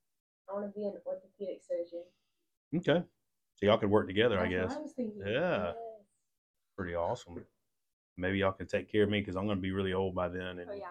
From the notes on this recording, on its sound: We had a microphone malfunction, so you have to listen a little harder to the girls.